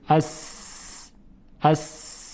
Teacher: یعنی هوا سایش پیدا می‌کنه. این سایش رو بهش میگن سفیر